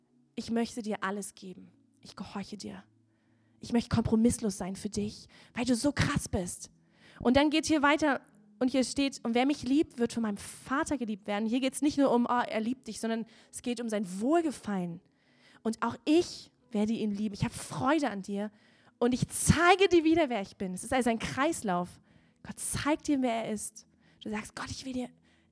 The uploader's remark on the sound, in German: Gottesdienst Predigt